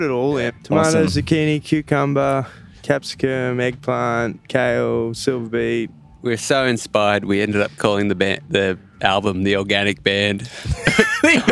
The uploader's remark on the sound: This episode was recorded live at Desert Daze 2022.